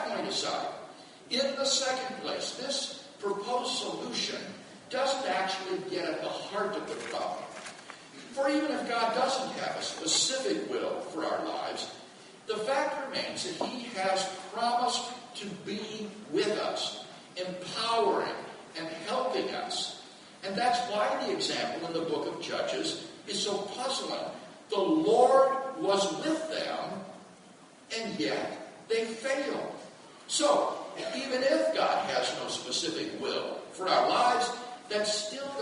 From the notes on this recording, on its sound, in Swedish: Inspelad i Betlehemskyrkan, Stockholm 2012-04-22.